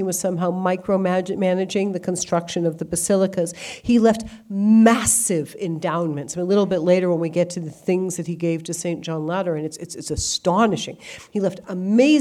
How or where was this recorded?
live audience